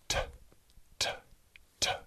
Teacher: En este caso, el verbo termina en sonido sordo, es decir, pronuncias la terminación sin tus cuerdas vocales